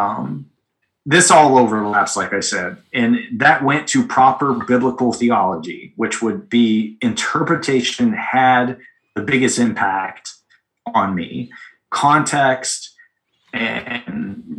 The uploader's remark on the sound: Join on a Zoom call.